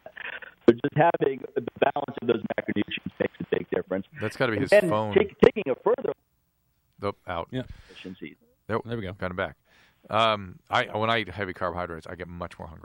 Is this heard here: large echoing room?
no